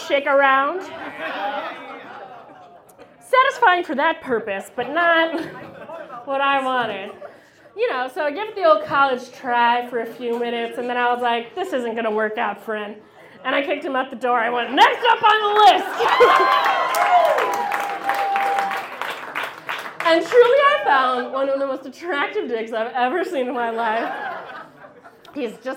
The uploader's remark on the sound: About Last Night is a monthly recurring episode releasing a single story from the previous evening's live event! Goes south is a live storytelling event out of Charlotte, NC. This podcast combines audio recordings from these live events. Goes south live events take place on the 3rd Tuesday of the month at Petra's in Historic Plaza-Midwood, Charlotte, NC.